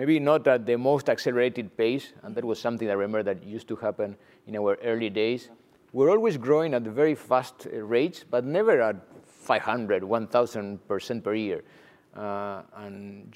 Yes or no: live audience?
yes